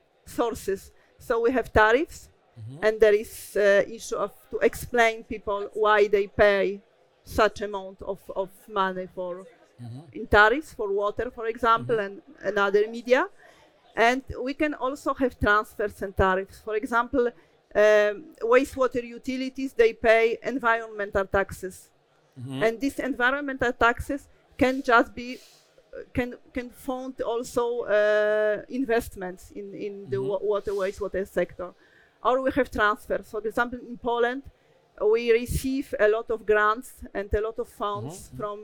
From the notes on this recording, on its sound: Fireside chat recorded at World Water Congress 2022, in Copenhagen, Denmark.